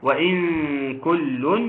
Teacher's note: خد بالك ده اخفاء ننسى كده بعدها حرف الكاف، وبالتالي يكون حكمها الاخفاء